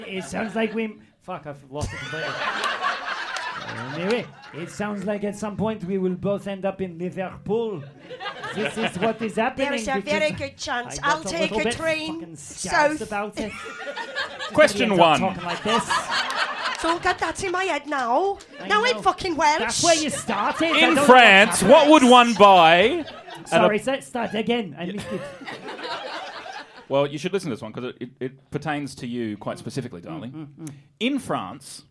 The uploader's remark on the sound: Recorded LIVE at the Melbourne International Comedy Festival 2021.